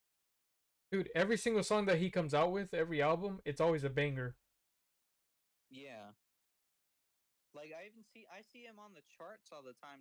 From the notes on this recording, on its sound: The audio quality fell short this ep